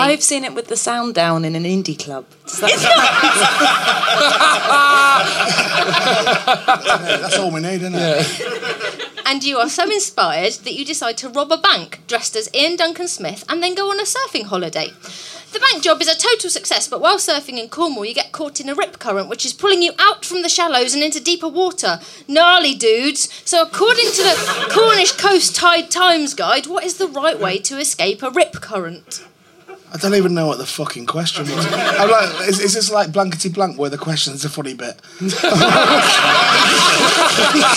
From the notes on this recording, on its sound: the third show from The Pleasance recorded at last years Edinburgh Fringe